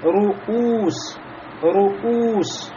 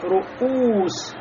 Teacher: Вот я говорю ру, затем хамза из горла.